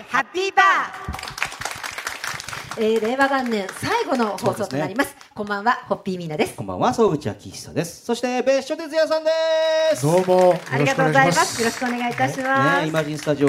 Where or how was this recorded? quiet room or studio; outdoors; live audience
live audience